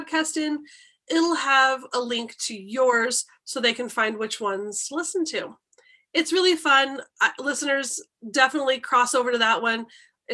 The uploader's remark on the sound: Due to Covid quarantine, this episode was recorded over Zoom, so there are hiccups here and there. Unavoidable part of Zoom podcasting.